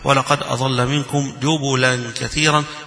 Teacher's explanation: بضمة الجيم والباء وبعدم تشديد اللام